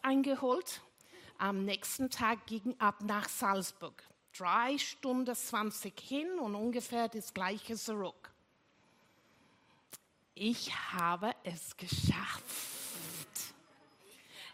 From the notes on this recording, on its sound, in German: Gottesdienst live aus der LIFE Church Wien.